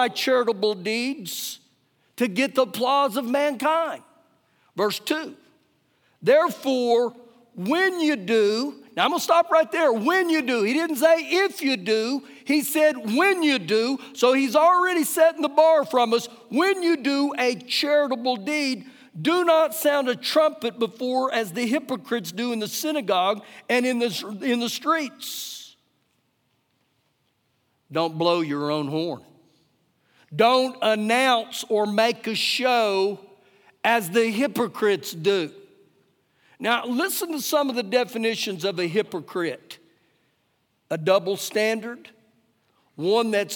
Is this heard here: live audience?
yes